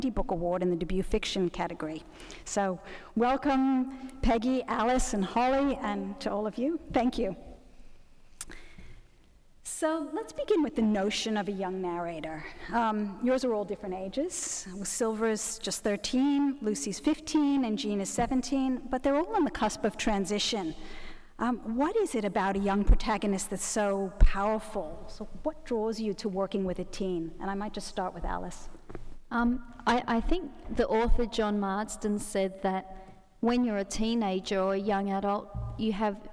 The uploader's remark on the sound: recorded at the 2017 Newcastle Writers Festival